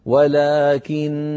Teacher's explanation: أردنا أن نقف على ولكن وقفا اضطراريا أو اختباريا نقف بغنة مطولة · Term: بغنة ممطوطة